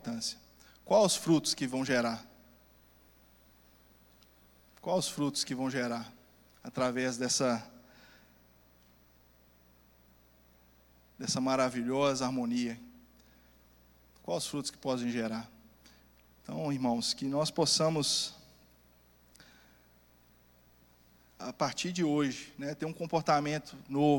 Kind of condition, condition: setting, large echoing room